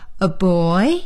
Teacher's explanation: 比如我说 aboy，我用升调